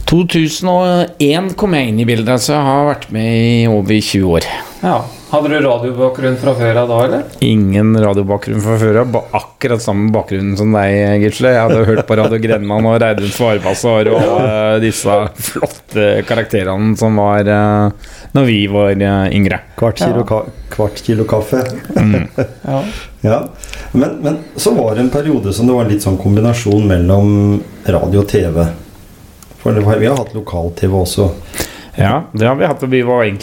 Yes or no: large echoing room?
no